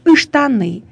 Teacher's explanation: для тюркских языков типично начинать слово с гласного, то есть разгружать вот это скопление согласных